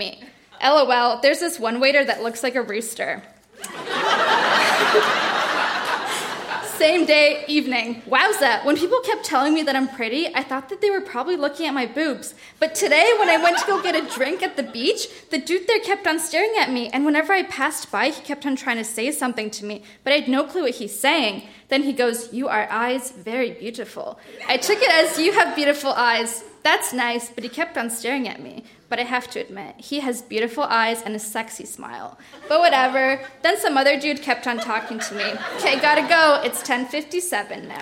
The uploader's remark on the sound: Recorded live at the Royal Cinema in Toronto.